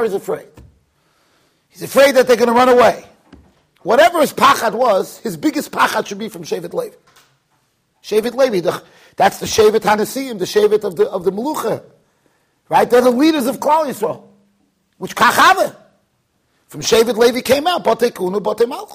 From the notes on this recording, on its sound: Shiur recorded in Yeshivas Ohr Reuven, Monsey NY.